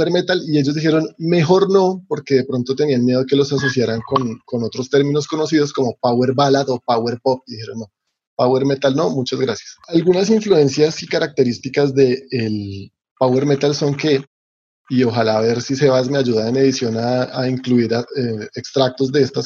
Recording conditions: video call